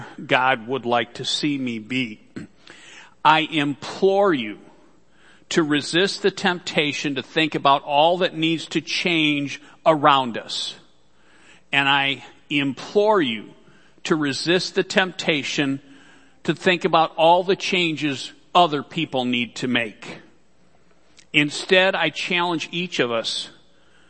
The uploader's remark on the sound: Worship Service - Audio.